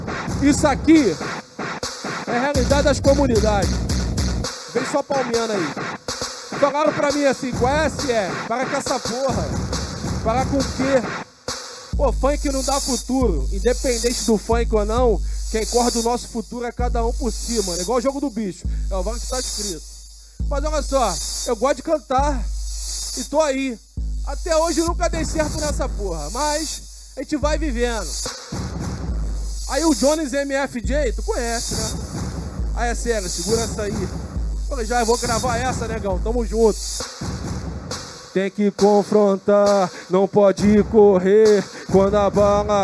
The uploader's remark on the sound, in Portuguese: Ao vivo na Roda de Funk. Live entre Amigos e Convidados.